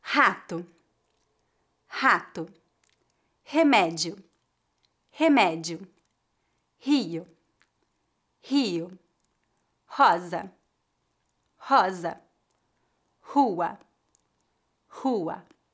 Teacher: Vamos começar falando sobre a pronúncia da letra R em início de palavras. Em início de palavras, usamos o R forte, também chamado de posterior ou gutural. A pronúncia vem da garganta. Algumas pessoas pronunciam de forma mais leve e outras de forma mais forte.